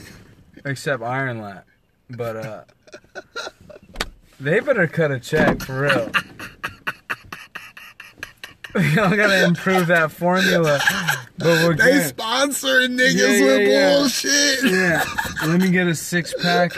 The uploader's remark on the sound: Recording from his truck. In Indianapolis, Indiana.